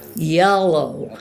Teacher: And I've discovered that the word yellow, if you can put your tongue far back in your mouth, try it, you get a very American sound, yellow. Yellow, that very dark L at the back. And once you've got that sound, you can go back to it, any actor, you can go back to it at the beginning of each of your lines, just yellow, and then do the line.